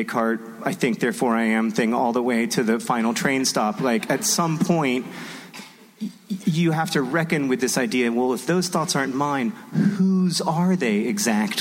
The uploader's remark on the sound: Recorded at NerdCon: Stories in Minneapolis, MN on October 14, 2016.